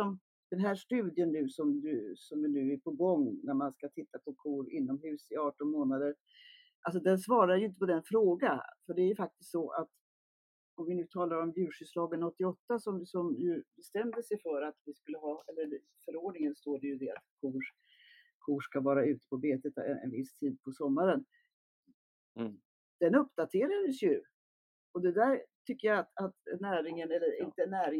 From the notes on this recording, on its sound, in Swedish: Tyvärr hade vi ett problem med ljudinspelningen i detta avsnitt.